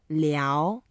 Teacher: 聊 is second tone. You go up a little bit.